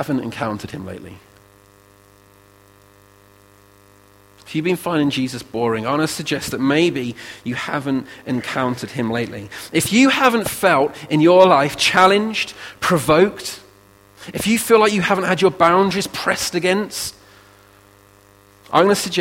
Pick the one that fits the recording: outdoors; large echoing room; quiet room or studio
large echoing room